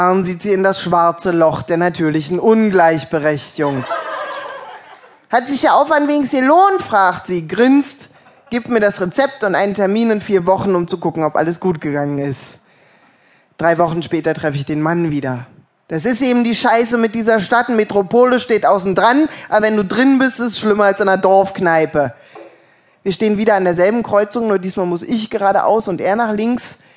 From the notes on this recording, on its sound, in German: größtenteils live gelesen von den jeweiligen Autoren